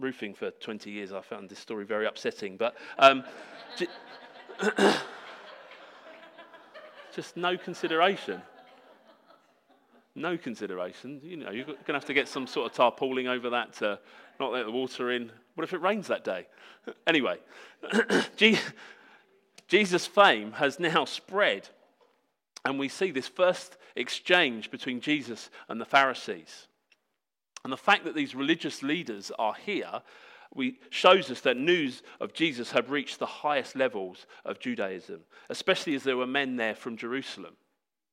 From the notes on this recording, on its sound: Sermon preached at Hope Church Sevenoaks UK.